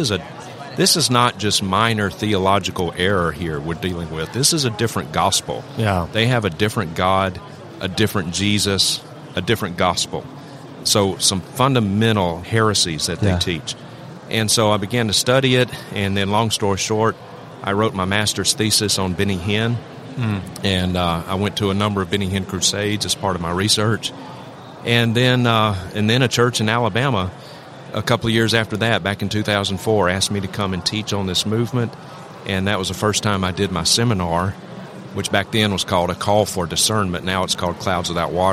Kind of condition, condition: setting, busy venue